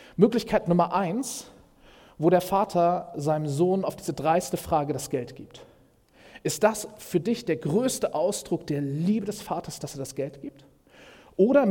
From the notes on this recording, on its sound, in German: Predigt im Rahmen des GreifBar+ Gottesdienstes.